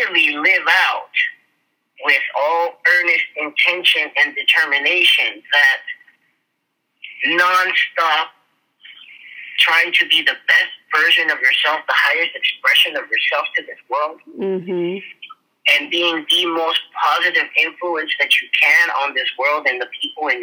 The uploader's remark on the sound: our raw phone conversation after he came out of the courtroom